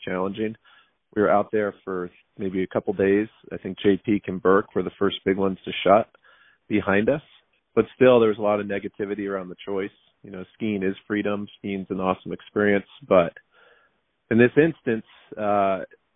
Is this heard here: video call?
no